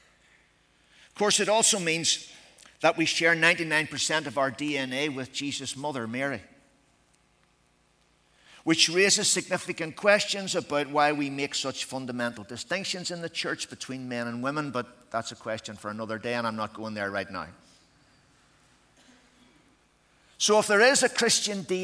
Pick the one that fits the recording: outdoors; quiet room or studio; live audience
live audience